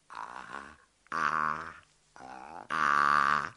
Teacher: Az A hangot egész tág szájnyílással képezzük.